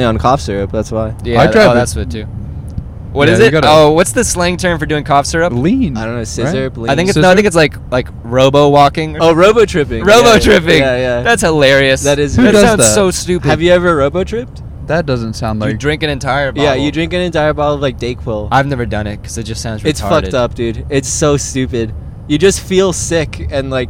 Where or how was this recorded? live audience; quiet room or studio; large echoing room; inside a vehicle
inside a vehicle